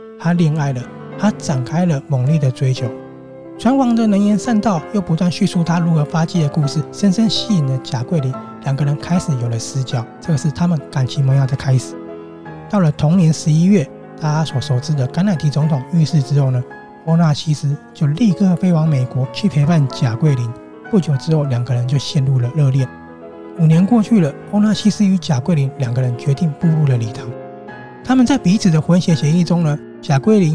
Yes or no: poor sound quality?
no